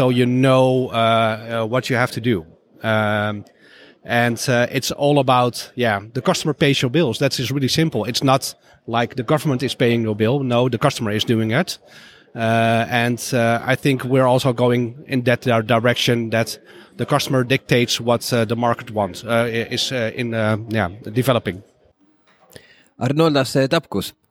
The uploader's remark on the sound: Recorded at Intercharge Network Conference 2022 (Hubject event)